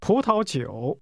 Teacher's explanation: It's pronounced with two rising tones, followed by a falling rising tone.